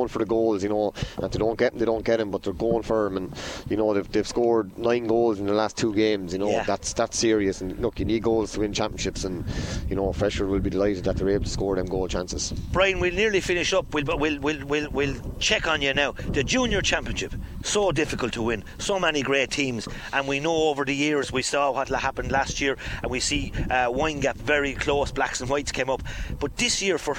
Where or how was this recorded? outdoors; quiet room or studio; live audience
outdoors